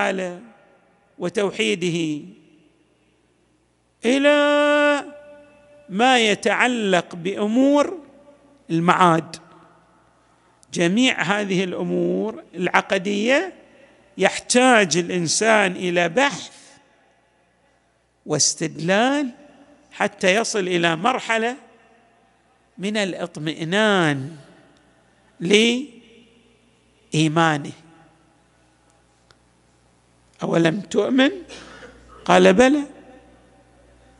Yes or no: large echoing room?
yes